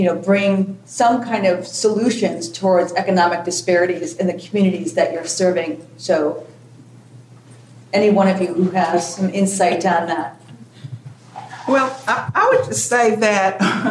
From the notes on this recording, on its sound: This special episode (Part 2) continues a panel discussion at the first-ever Rural Women’s Summit, presented by the National Rural Assembly.